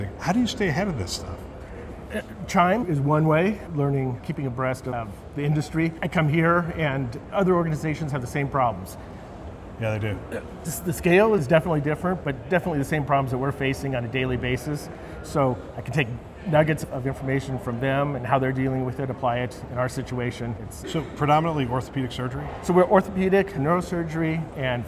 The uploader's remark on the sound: Interview in Action live from CHIME’s Fall Forum.